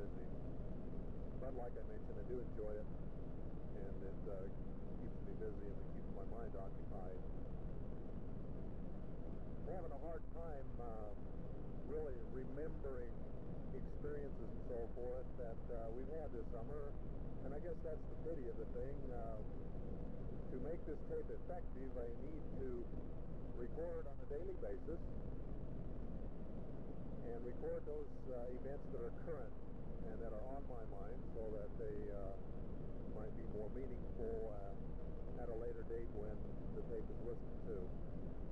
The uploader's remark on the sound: Driving home from work